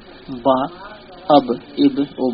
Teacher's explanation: তারপরে মাখরাজ হচ্ছে বা, ঠোঁটের দ্বিতীয় মাখরাজ হচ্ছে বা, দুই ঠোঁটের ভিজা অংশ মিলিয়ে